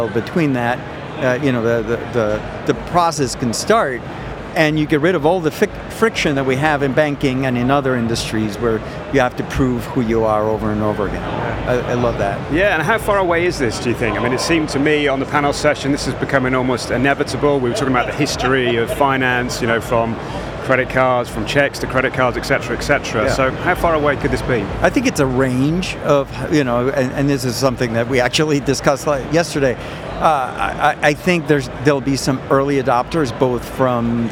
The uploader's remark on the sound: The second of four episodes recorded at Money20/20 USA. The event took place at The Venetian, Las Vegas. We recorded a series of interviews from the Instnt's booth with a number of the speakers and attendees at the event.